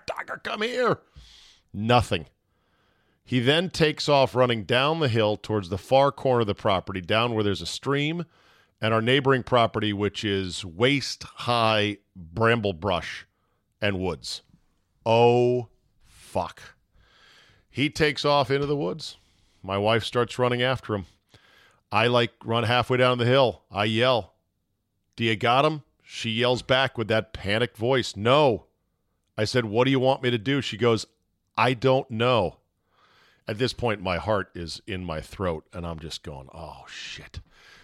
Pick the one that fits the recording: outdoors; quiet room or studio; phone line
quiet room or studio